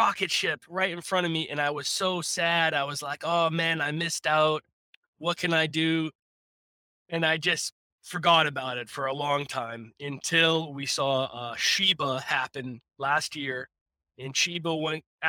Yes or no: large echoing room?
no